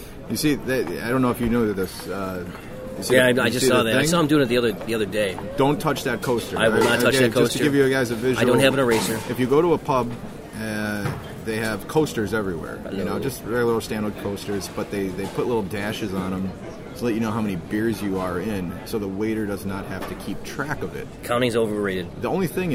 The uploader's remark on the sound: Live From Germany! In this special shortened podcast recorded in the streets of Koln.